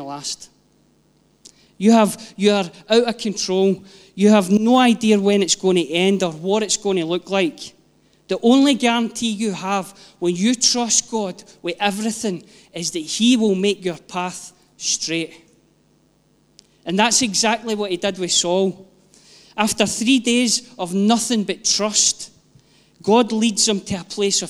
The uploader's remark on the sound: Live from our ONE Church Sunday gathering 19/06/22